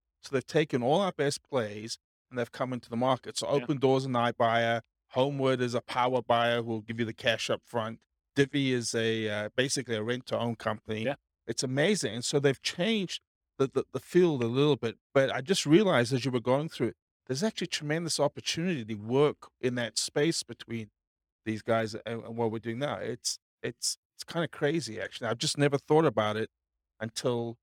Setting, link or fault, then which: setting, live audience